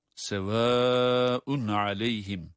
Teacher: 4 elif miktarı kadar uzatma durumunun yer aldığı bir tecvid kuralı, meddi muttasıl